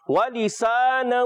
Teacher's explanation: واو کی ادائیگی ہونٹوں کی گولائی سے اور دیکھیے سین کی ادائیگی سیٹی کے ساتھ